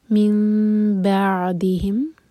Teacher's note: عین ساکن پر جھٹکا نہ ہو تو تھوڑا سا عین پر ٹائم دیں